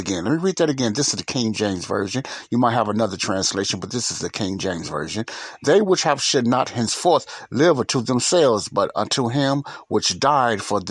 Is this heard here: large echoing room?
no